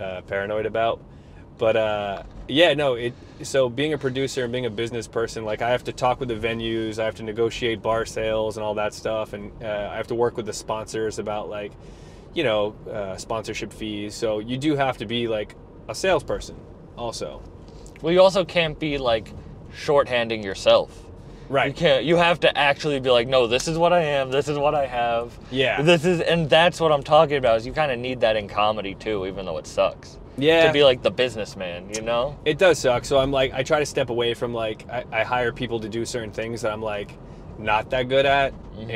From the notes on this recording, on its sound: Recorded driving around Rhode Island